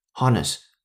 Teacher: 如果是英音就是没有儿化音